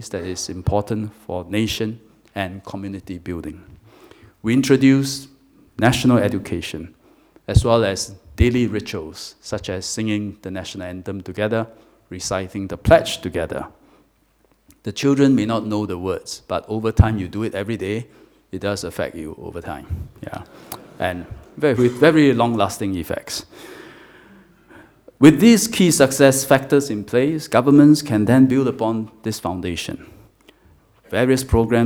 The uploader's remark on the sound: MEI Annual Conference 2020: Third Keynote Speech